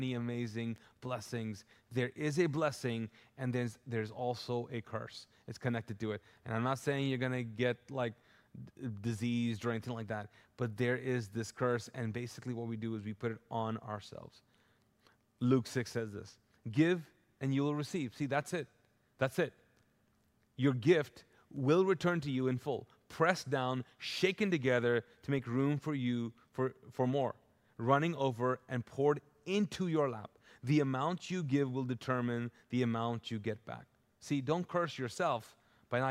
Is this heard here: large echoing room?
yes